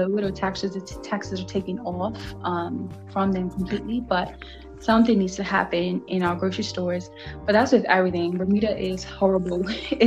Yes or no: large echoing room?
no